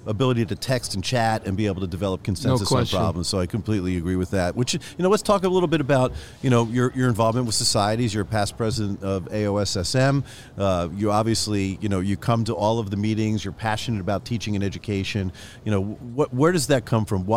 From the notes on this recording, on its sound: recorded live at Ortho Summit in September 2023